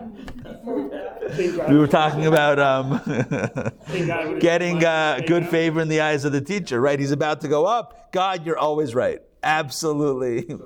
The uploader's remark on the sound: Recorded live at The Torah Center ATL on Sunday, June 4, 2023